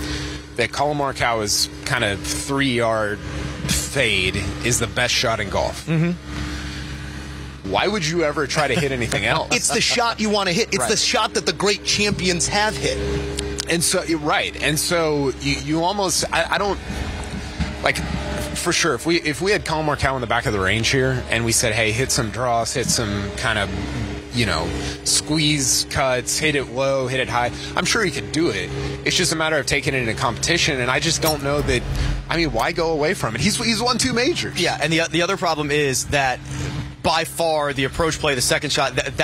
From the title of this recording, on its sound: Live From The WM Phoenix Open